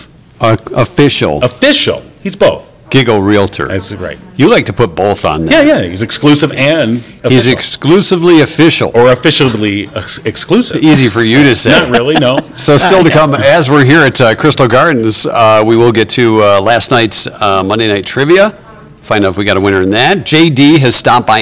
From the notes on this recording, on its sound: We were live on location for the Alzheimer's Association Leadership Breakfast at Crystal Gardens.